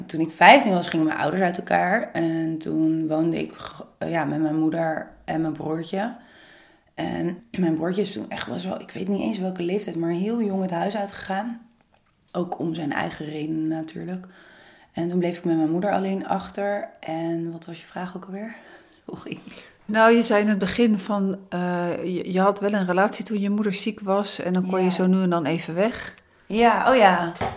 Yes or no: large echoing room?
no